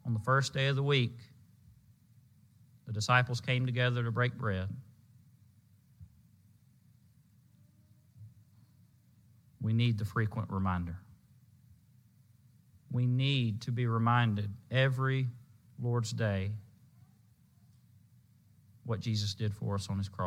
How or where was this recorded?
large echoing room